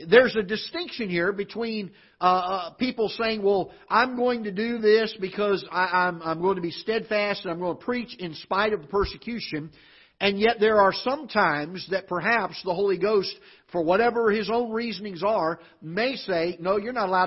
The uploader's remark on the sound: Ketha Heights Baptist Church ~ Live Broadcast. This is a live broadcast from the auditorium of Ketha Heights Baptist Church in Festus, Missouri.